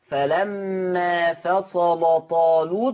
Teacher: غلظ ورش، كل لام مفتوحة مسبوقة بصاد مفتوحة، يبقى ورش غلظ اللام المفتوحة لما جاء قبلها صاد مفتوحة